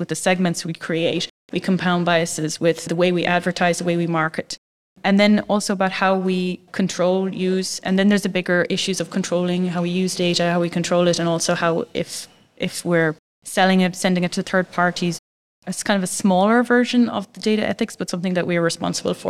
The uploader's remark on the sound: This episode was recorded live at the Digital Analytics Summit on the 13th of October in Amsterdam.